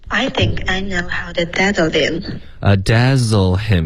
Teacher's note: 要注意这个 z 的音好像发成 daddle 就变成别的英文不清晰了